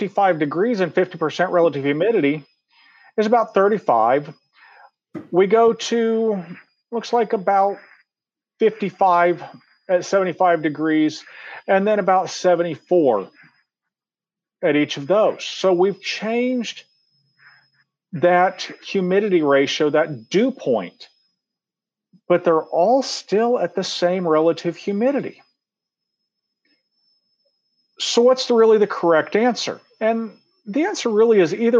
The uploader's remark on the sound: In this LIVE online event